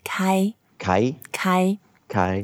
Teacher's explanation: Kai is the first tone, so we keep it flat. Kai. And you can make it longer.